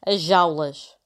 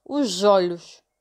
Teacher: em vez de lerem o S, como se fosse um Z, como as pessoas de Lisboa fazem, por exemplo, os olhos, eles leem como se fosse um G